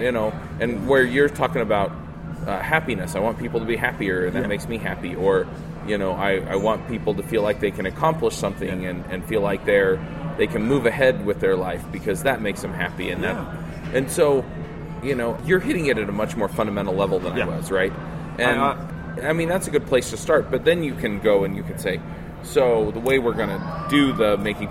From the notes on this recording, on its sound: Live from MicroConf. At MicroConf 2016.